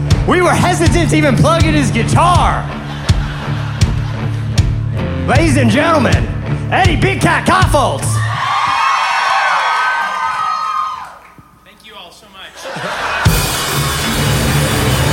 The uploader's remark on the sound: This week, we celebrate our 10-year anniversary by recording a live podcast in front of 800 people!